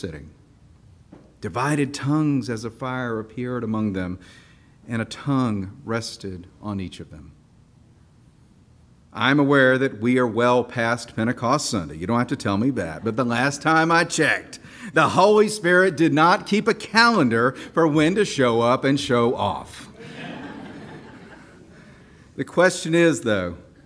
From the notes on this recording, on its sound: This special episode of the Our Savior Speaks podcast was recorded at the Evening Prayer service held at Our Savior Episcopal Church during the 202nd Convention of the Episcopal Diocese of Georgia.